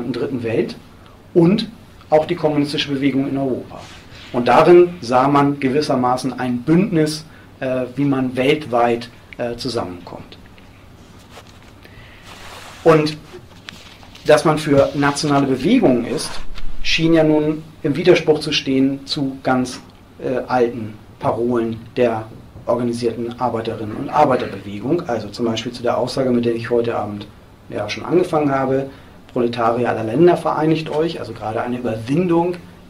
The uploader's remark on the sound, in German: Mitschnitt eines Vortrags. In Esslingen/Neckar.